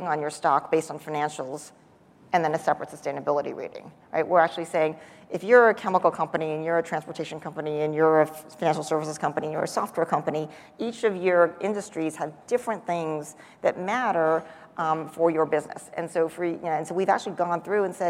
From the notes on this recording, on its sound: The best of live interviews from GreenBiz events.